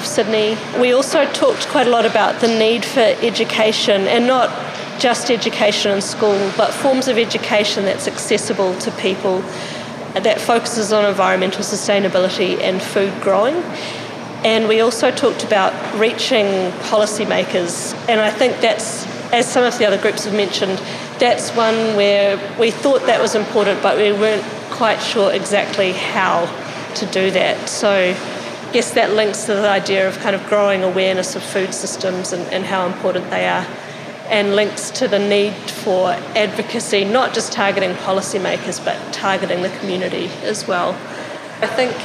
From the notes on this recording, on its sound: Conversations recorded at a one-day workshop from Sydney's Food Innovators. Food Forward was recorded on the lands of the Gadigal people of the Eora Nation. Recording Studio: The Brain Studios.